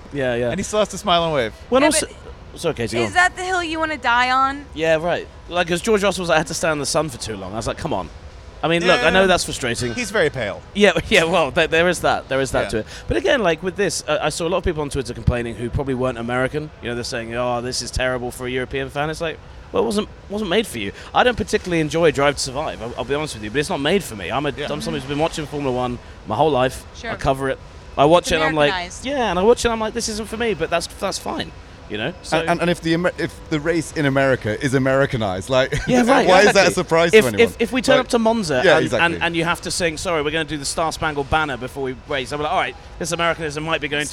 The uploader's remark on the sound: on location at the Miami Grand Prix